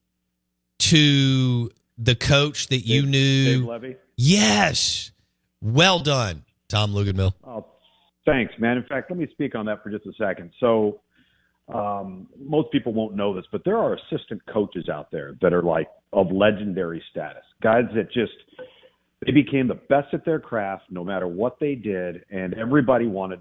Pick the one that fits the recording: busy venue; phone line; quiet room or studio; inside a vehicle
phone line